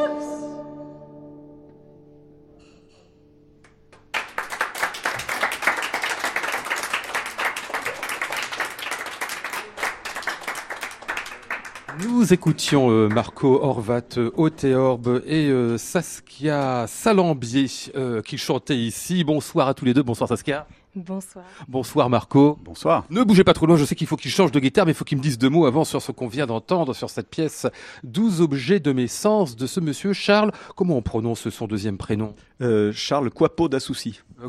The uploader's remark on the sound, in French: en direct et en public depuis l'Hôtel Bedford à Paris